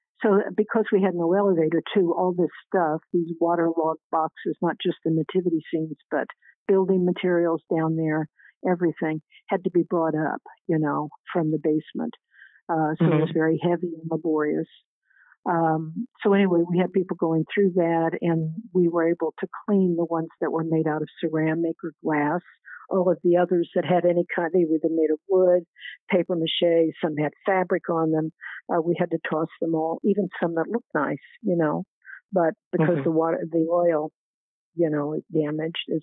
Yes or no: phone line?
yes